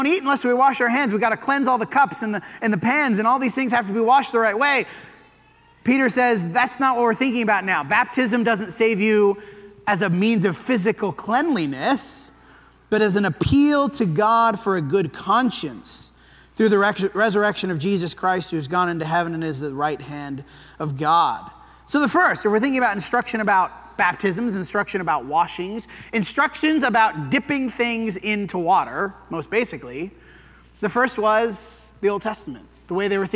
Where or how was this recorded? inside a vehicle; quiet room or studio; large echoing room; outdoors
large echoing room